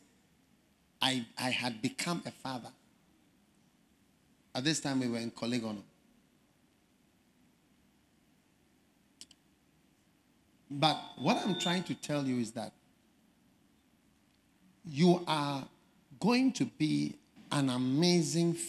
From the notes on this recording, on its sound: Preached At The First Love Centre, Accra, Ghana